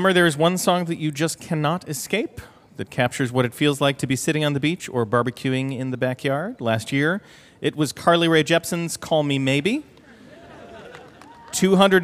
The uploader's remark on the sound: LIVE From Central Park, It's Ask Me Another